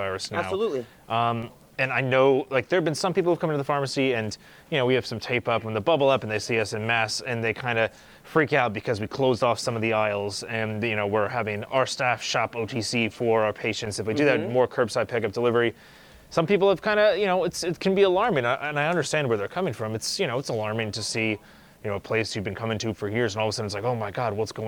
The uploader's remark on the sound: This episode was filmed at HB Pharmacy in North Arlington, NJ.